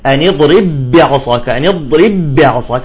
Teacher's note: الباء الأولى ساكنة والثانية متحركة، فهنا لا نقلقل · Term: ندغم